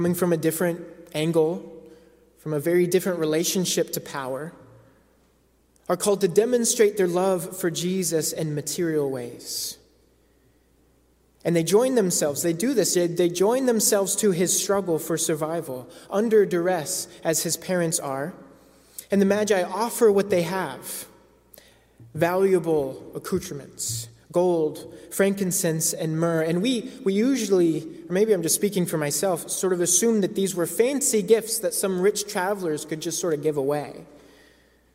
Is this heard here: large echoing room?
yes